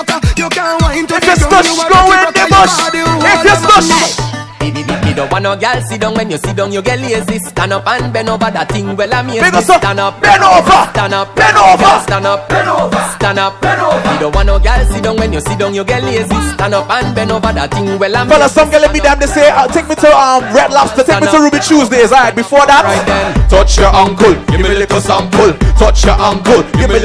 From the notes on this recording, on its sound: LIVE AT FOF POOLSIDE OCT 2015